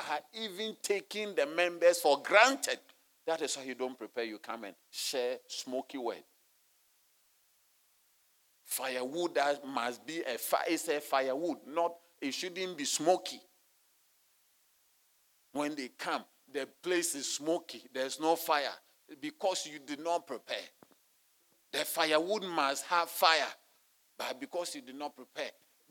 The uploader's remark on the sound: Sermon delivered on Wednesday, January 31, 2024, at Serious Christian Church in Cape Town, South Africa.